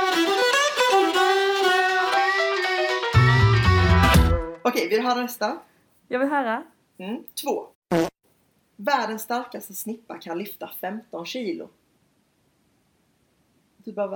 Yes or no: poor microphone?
yes